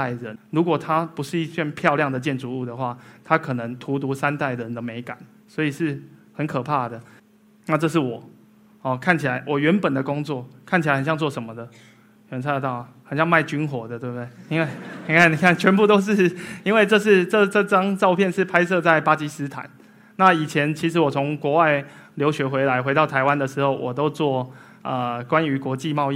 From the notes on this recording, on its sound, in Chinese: 一席现场